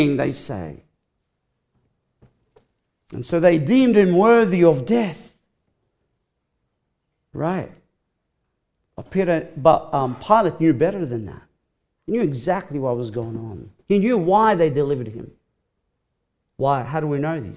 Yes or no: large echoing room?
yes